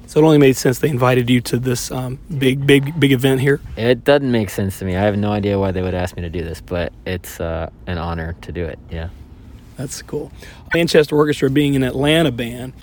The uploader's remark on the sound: in a van outside the Fox Theatre in Atlanta, GA